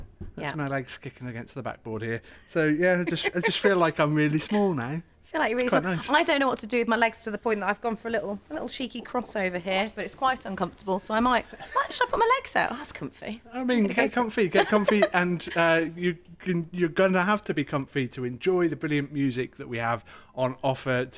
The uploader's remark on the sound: Recorded at Albert's Shed in Southwater, Telford